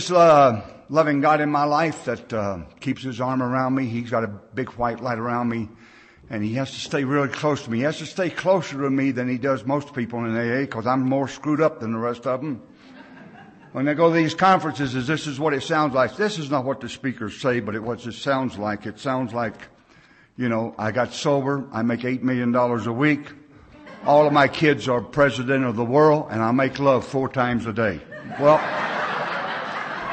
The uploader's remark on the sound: speaking at the XV Beartooth Mountain Conference in Big Timber MT in June of 2007